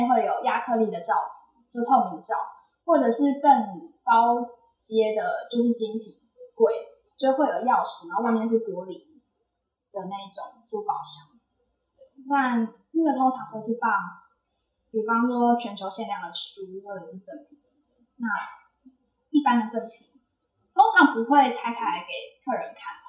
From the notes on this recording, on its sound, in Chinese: 店員專場講座特輯！現場收音設備不足，後製已盡量降噪處理，音質不佳敬請見諒。